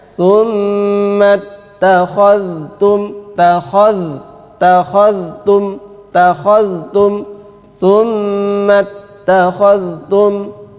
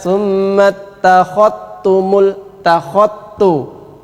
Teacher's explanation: Dzal bertemu dengan ta. Dzal wajib dibaca izhar. · Shown in: first take